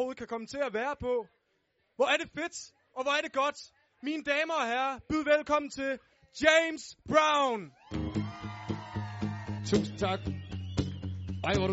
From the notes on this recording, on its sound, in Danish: Live fra Ringkøbing. Live fra en #hjemmefest - gemt væk i en vestjysk skov.